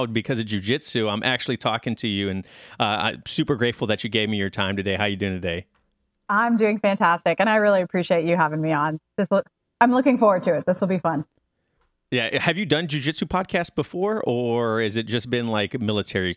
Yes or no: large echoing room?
no